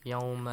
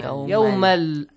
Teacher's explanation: Merging. You should merge that tanween, the n sound with lam, and the n sound changes to the lam sound. · Shown in: second take